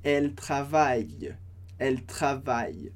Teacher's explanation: Lembrando que o NT do final da conjugação de eles, elas, não se pronuncia.